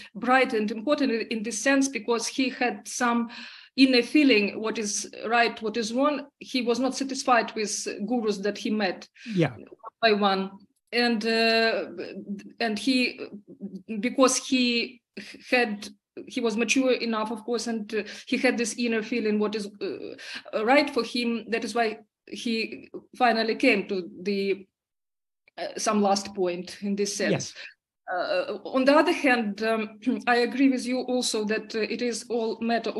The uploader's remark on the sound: In a Zoom meeting of the ‘Ramana Maharshi Foundation UK’ on 28th January 2023